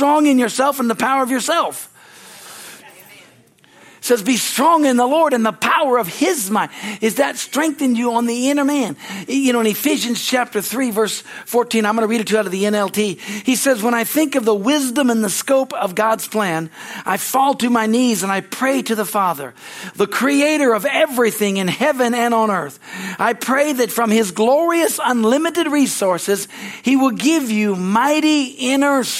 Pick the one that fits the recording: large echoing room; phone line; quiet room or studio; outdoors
large echoing room